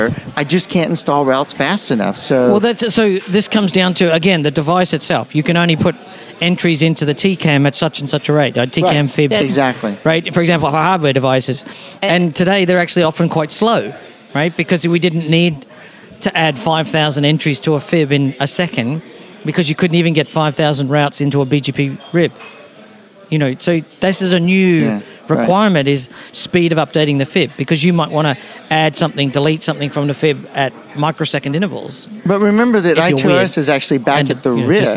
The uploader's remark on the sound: This Priority Queue episode was recorded live at IETF 96.